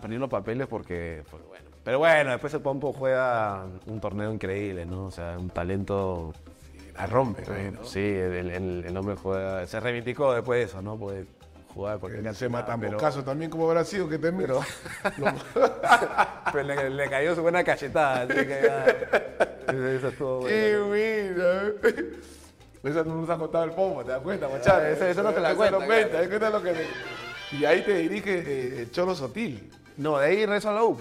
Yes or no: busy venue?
yes